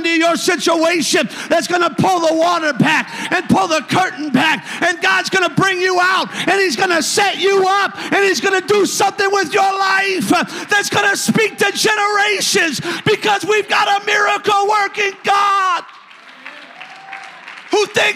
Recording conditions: large echoing room